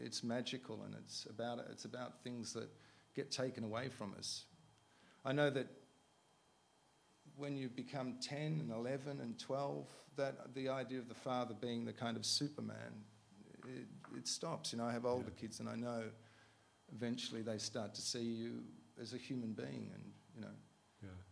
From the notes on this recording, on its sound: A rapt audience at iTunes Live: London Festival '09.